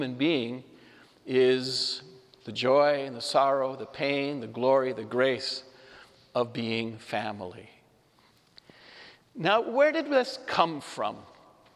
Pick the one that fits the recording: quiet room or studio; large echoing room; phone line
large echoing room